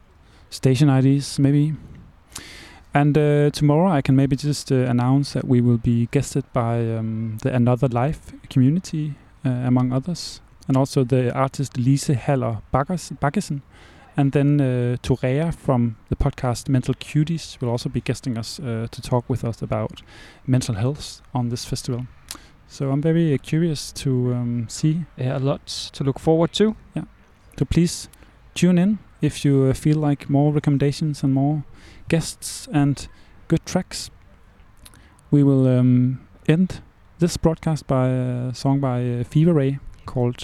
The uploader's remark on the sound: Roskilde is happening, we are here, and we are more than excited to broadcast our first The Lake Daily program live from the backstage village.